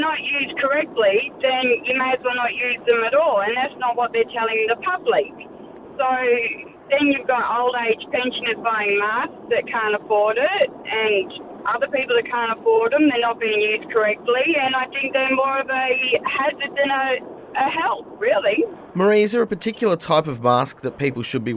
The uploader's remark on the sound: We threw it to the phones